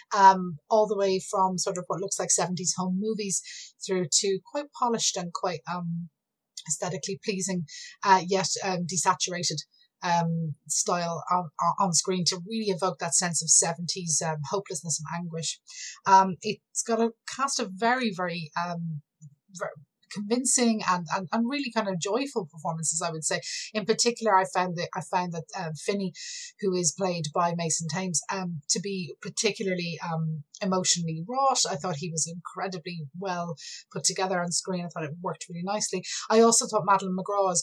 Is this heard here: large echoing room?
no